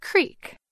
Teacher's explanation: Most Americans say this word as creek, with a long E sound, like in the word beat. But in some parts of Appalachia, like western Pennsylvania, West Virginia, and the Ohio Valley, you might hear this word with an I sound, as in crick, like in the word tip.